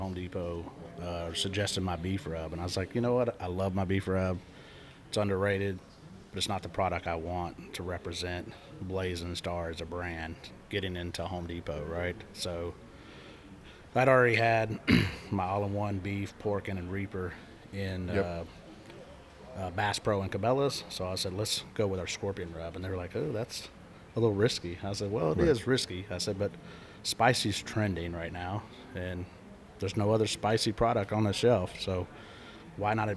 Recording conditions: busy venue